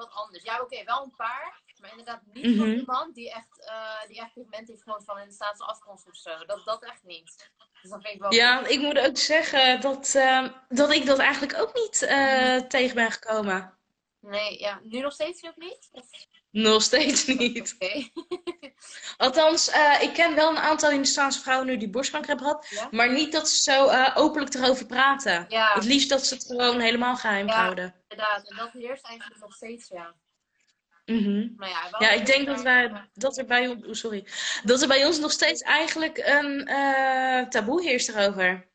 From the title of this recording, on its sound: Instagram Live